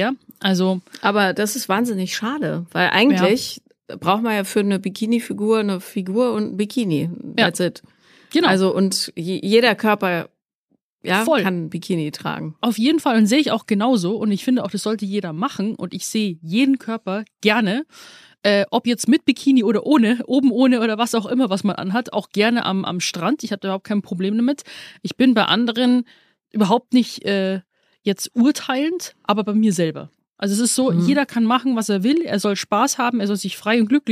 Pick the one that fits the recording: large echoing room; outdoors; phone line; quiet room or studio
quiet room or studio